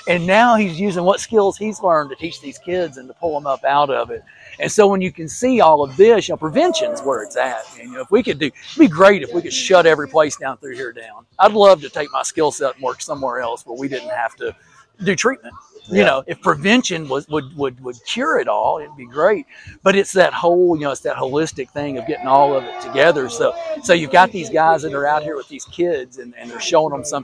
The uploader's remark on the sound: On location at Pete3Fest